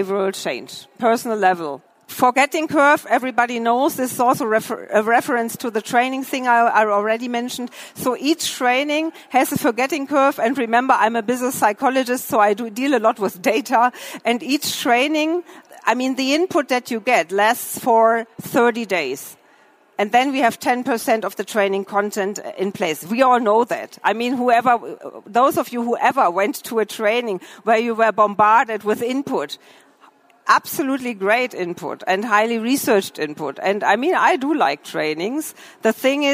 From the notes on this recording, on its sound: The lecture was recorded during the herCAREER-Expo.